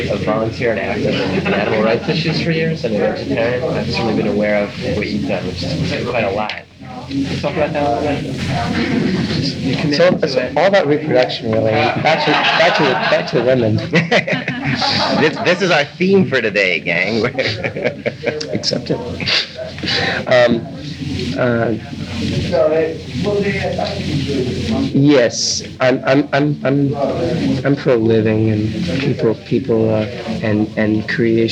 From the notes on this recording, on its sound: Even at the end of this interview, while the reporters were packing up, an overheard remark “he was high on something”. A little tough to hear in spots because it’s done only as a record for reference, amid a lot of background chatter.